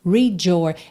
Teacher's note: Read your, muito comum, né, palavra que termina em D. Quando junta com your, fica esse jor